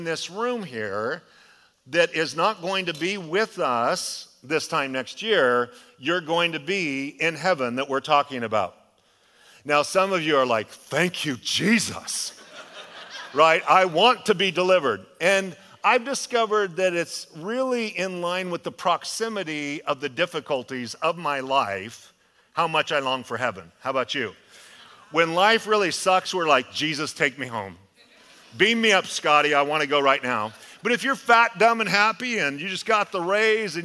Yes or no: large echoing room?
yes